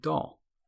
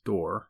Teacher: They feel quite similar, but the L sounds more natural as a way to end a nickname, as the L is a lateral phoneme and the R is a rhotic phoneme